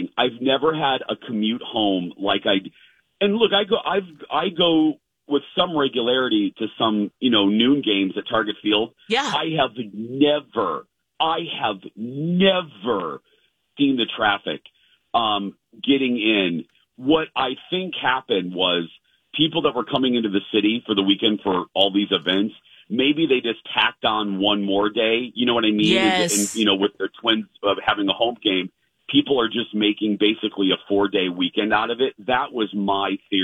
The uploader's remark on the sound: on the phone